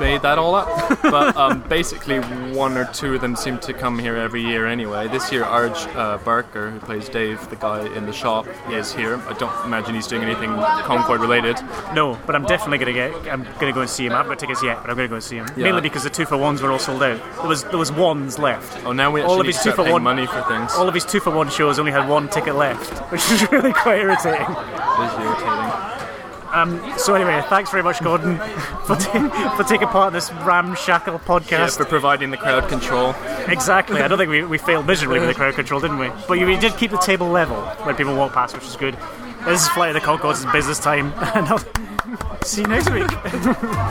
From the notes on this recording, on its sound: Special shows from the Edinburgh Festival Fringe! We struggle with background noise and a wobbly table on a wobbly floor.